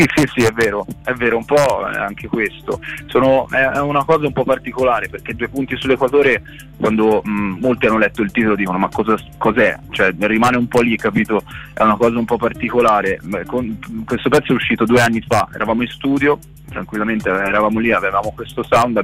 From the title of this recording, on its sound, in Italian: INTERVISTA TELEFONICA DEL 13-04-23